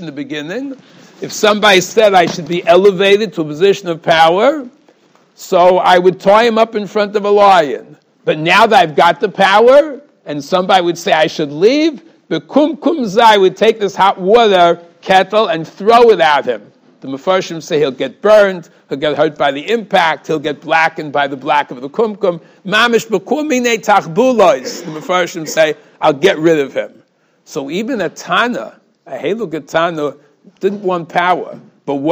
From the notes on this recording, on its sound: Shiur recorded in Yeshivas Ohr Reuven, Monsey, NY.